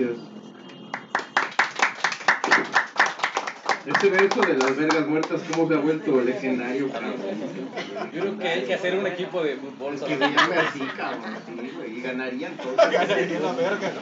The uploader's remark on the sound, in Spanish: Leemos nuestras pasiones y dolores ante el cautivo público del Café Marabunta.